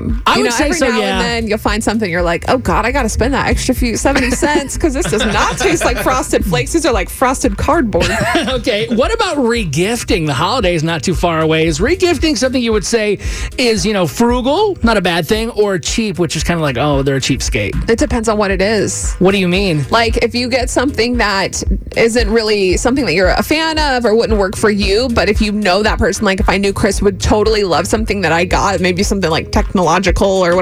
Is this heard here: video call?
no